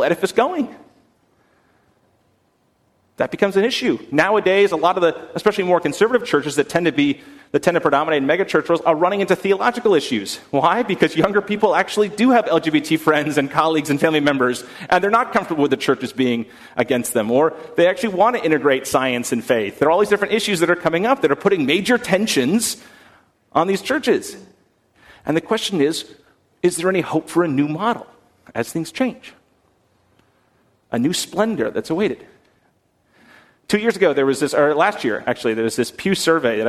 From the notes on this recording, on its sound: on November 10, 2019 at First Congregational Church of Houston